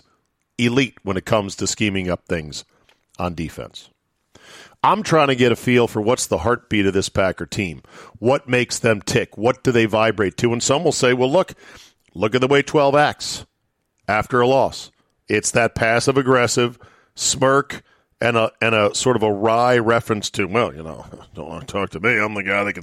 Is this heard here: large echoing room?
no